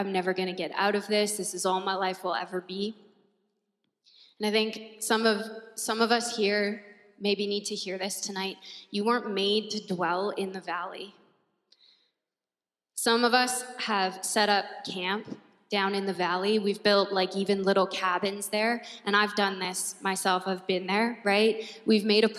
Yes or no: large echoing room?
yes